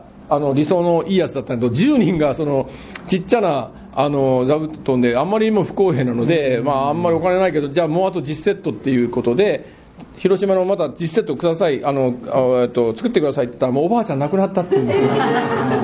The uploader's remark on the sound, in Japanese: 磨塼寺一周年記念公開収録！磨塼寺”が開山して一周年記念のイベントから。公開収録したものをお届けいたします。全国から愉快な学びの仲間が集った。後半はポッドキャストの公開収録として。